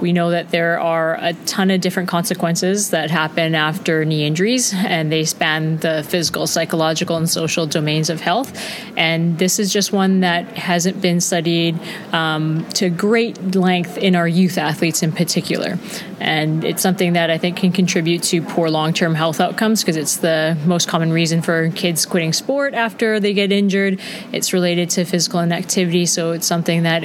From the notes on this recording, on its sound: LIVE from the WCPT Conference in Geneva, Switzerland. I am coming to you live from Geneva, Switzerland at the WCPT meeting and right now I have the distinct pleasure of sitting across a table.